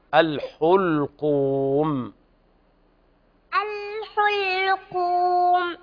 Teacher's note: ضم الحاء ضما كاملة